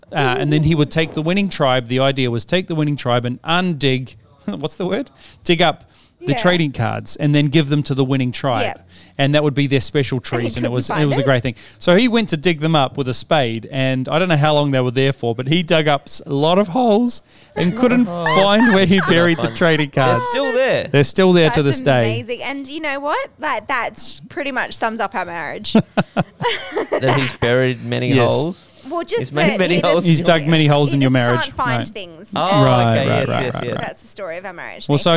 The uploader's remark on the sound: Recorded live during the setup for Colour Conference in Sydney Australia.